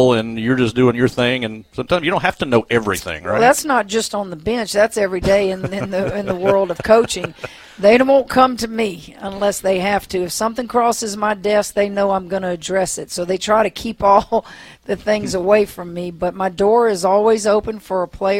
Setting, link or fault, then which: setting, busy venue